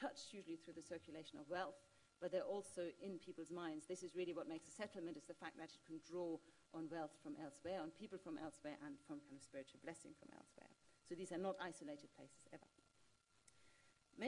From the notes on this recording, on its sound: This event is the Malinowski Memorial Lecture 2019.